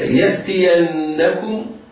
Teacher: يأتينكم، التاء مكسورة مرققة، الياء مفتوحة مرققة، النون مشددة حكمها الغنة بمقدار حركتين